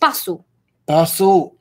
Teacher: in Japanese they don't have s sound. They have su. Like basu. Basu.